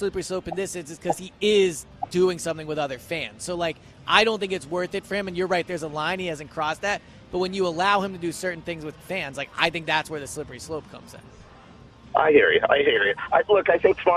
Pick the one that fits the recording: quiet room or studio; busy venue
busy venue